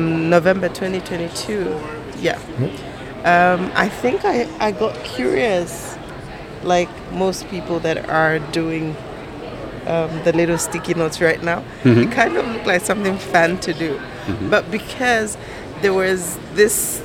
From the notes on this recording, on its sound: Live from Meeting Professional's World Education Congres 2022 in San Francisco